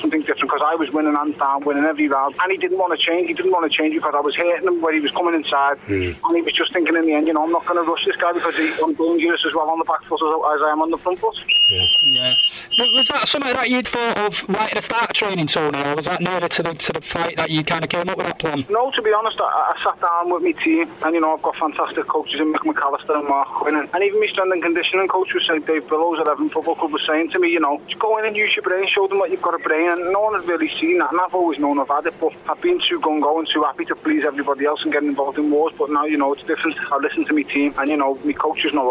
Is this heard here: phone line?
yes